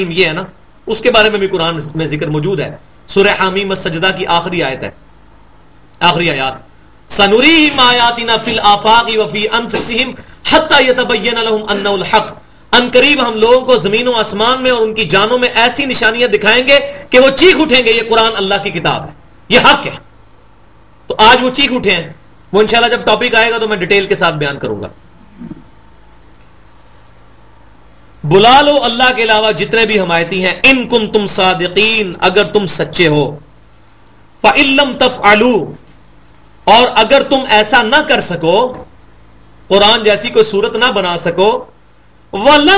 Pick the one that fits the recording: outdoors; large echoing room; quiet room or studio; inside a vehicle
large echoing room